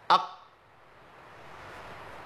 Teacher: القاف فيها انقطاع صوت وانقطاع نفس